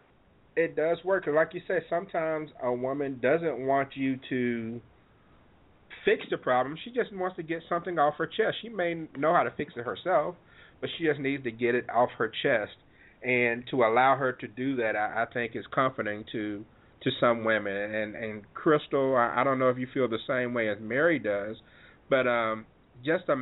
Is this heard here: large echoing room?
no